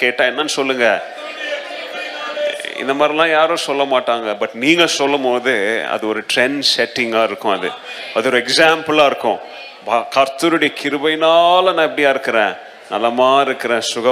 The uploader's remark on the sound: Missions Sunday Second Service Sermon Live